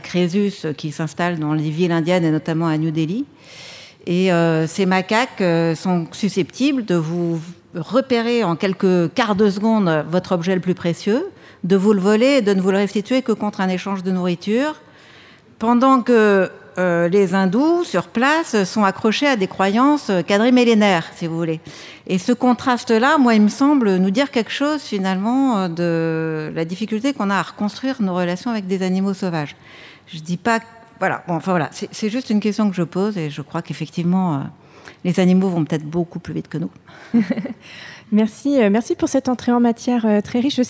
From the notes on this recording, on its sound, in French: Table ronde suivie d’un débat avec le public